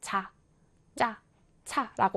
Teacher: 공기의 흐름을 막았다가 서서히 터뜨리면서 마찰을 일으켜 소리를 낸대요. 자, 그러면 막았다가 터뜨리는 파열과 마찰이 합쳐져 있네요.